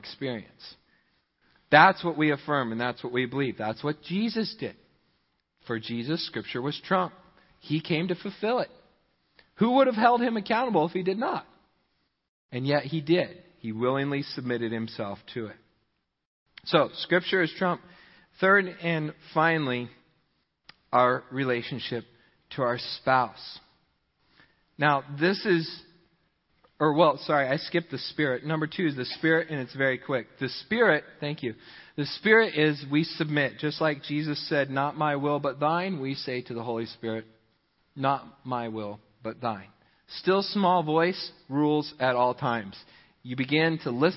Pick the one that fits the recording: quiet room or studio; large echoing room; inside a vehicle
large echoing room